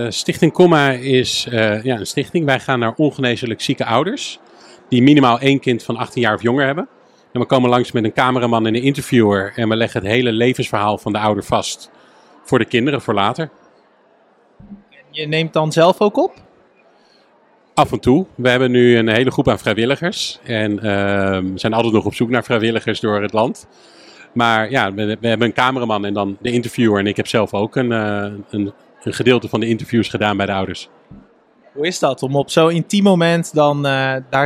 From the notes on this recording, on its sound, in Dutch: Congres de Stervensfase. Live bij het congres!